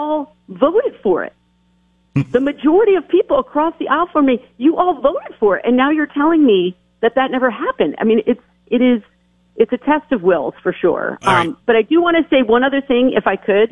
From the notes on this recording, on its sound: calls in from Washington